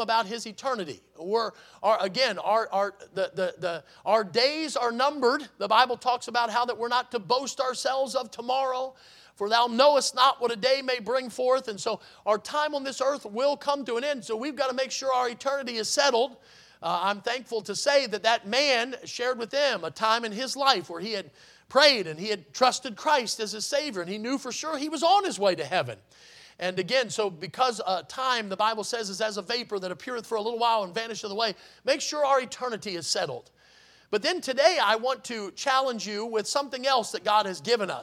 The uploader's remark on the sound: in the Sunday Morning Service on August 27, 2023, at Victory Baptist Church in Boonsboro, Maryland